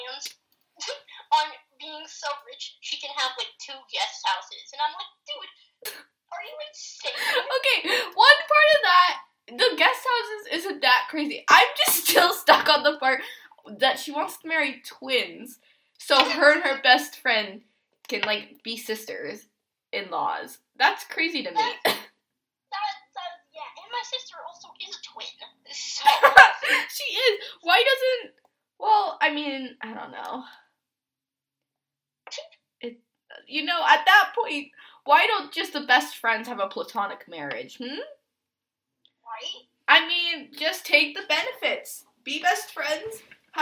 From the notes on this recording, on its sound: the audio sucks so much.